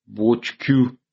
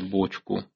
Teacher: «ц», и включения пары «ц», «ч» корреляцию по твердости и мягкости, формы с ассимилятивным смягчением стали появляться и после «ч» · Shown in: first take